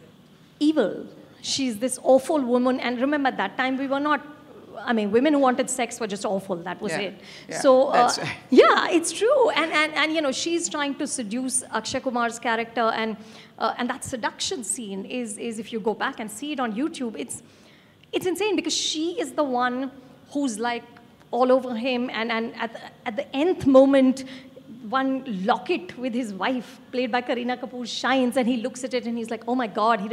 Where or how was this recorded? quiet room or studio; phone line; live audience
live audience